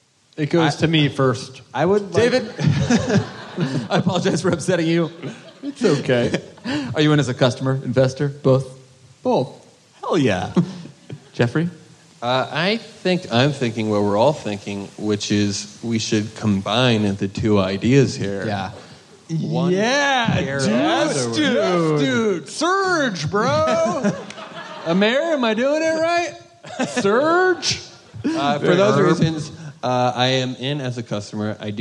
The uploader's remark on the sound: Live at JFL